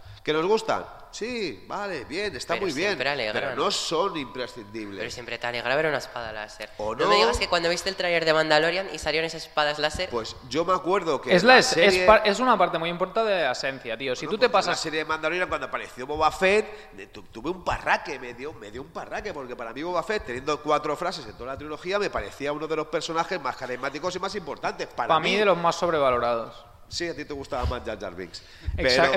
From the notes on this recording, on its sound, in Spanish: El equipo de Conexión Tatooine se reunía una vez más en el auditorio Eutyches del Palau Firal i de Congresos de Tarragona para realizar su segundo podcast presencial con público en directo gracias a la organización Starraco Unlimited.